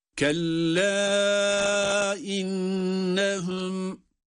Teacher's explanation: Kelle innehum derken burada meddi munfasıl. 4 elif miktarına kadar uzatılacağını dikkate alıyoruz. Meddi munfasıl var ayrı ayrı kelimelerde.